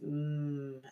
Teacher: this sound comes completely out of your nose, not your throat